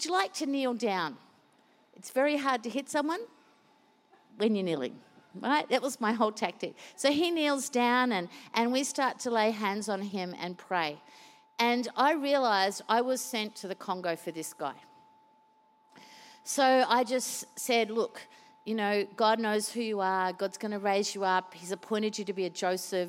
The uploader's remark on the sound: Recorded during our 5pm service